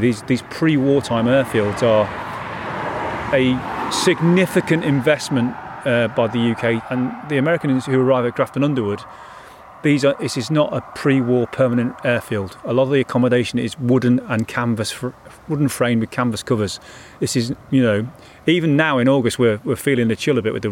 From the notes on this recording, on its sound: We stand in the middle of what was runway Number One at Grafton Underwood airfield. We visit Grafton Underwood church.